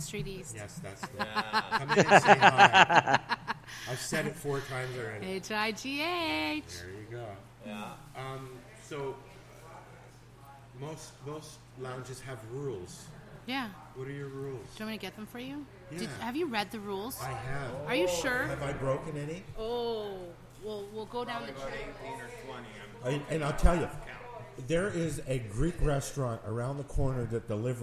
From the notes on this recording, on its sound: Broadcasting LIVE from Ganjahnistas's Social Club